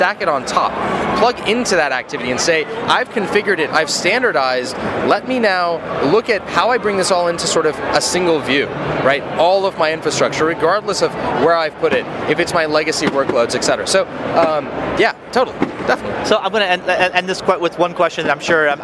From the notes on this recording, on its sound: At day 2 of re:Invent 2018 I tracked down. At a developer/builder focused cloud conference.